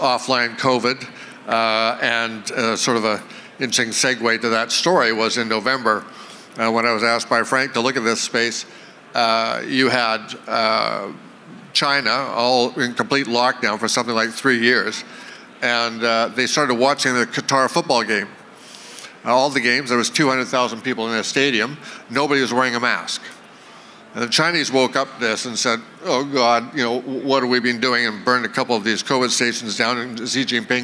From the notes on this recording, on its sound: on stage at the VRIC